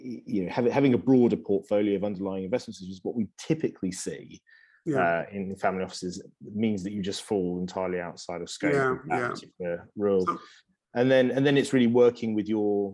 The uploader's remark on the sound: Webinar audio recording dated 2 March 2022.